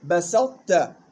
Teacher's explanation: بسطت، الطاء ساكنة والتاء متحركة، متجانسان صغير. وحكم الإدغام الناقص بحيث تبقى صفة الإطباق في الطاء